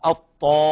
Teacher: الطاء مفخمة فالألف تتبعها في التفخيم